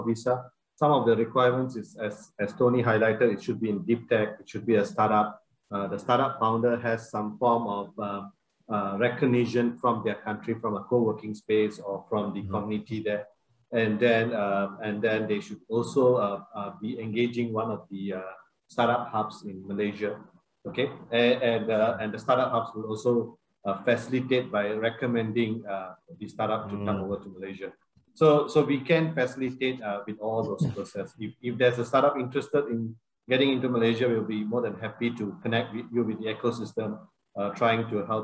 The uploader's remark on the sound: WEBINAR. For those joining us on Zoom.